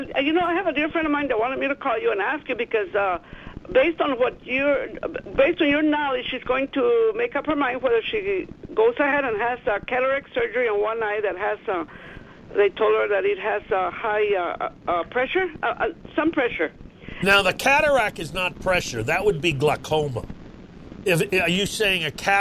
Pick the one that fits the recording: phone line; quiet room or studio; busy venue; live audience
phone line